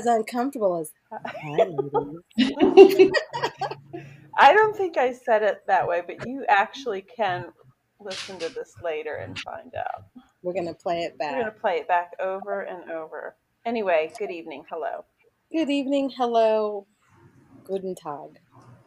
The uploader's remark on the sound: Forgive the wonky audio. I put my audio editing skills to the test and well, the results were less than stellar.